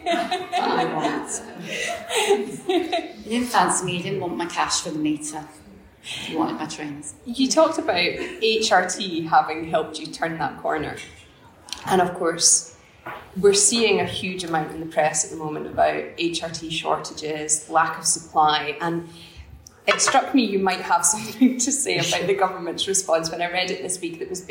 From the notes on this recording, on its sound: At Edinburgh Wellbeing Festival. It’s not the highest quality, as it was recorded in an auditorium with a live audience.